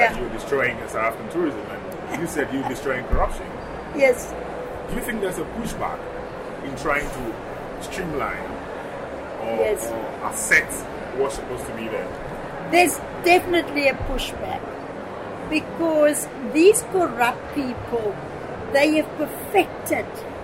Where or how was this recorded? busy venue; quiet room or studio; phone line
busy venue